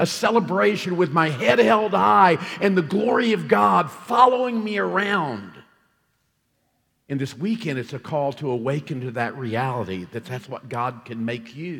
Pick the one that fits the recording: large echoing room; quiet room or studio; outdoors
large echoing room